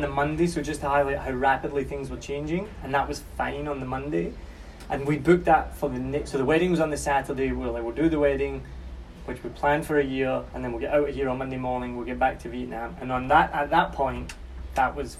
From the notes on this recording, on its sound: Direct from quarantine in Saigon. This was recorded on a phone recorder and I don't have a laptop for edits.